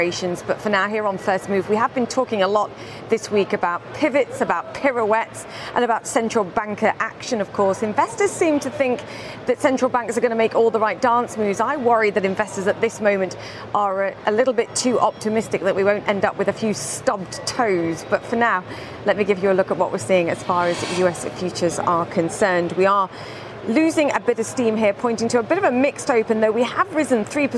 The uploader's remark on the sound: live from the New York Stock Exchange